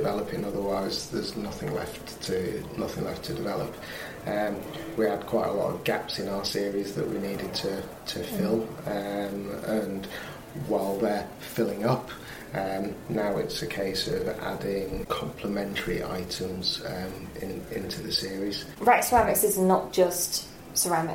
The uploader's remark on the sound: This episode is coming to you live(ish) from Clerkenwell Design Week. As she runs in and out of the bathroom showrooms in Clerkenwell, London.